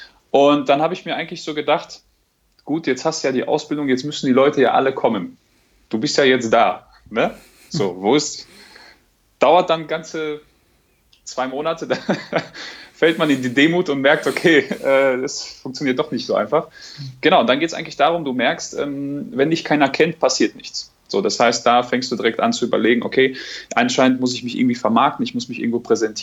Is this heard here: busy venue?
no